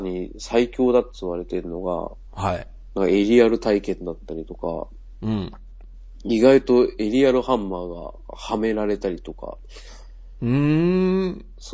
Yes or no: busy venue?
no